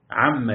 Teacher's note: عما يتساءلون يقول أصله عما، وأصل عما عن ما، عين نون ميم ألف، ثم أدغمت النون في الميم ثم حذفت الألف للخفة فصارت عما يتساءلون